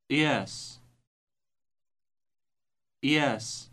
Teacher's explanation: This word starts by stopping the air completely by the vocal cords and then releasing it.